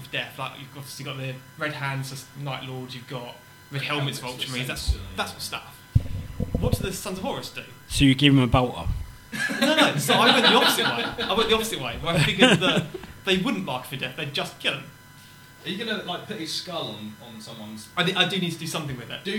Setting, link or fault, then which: fault, poor sound quality